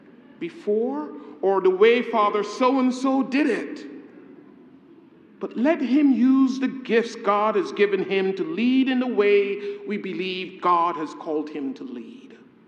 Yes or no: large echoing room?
yes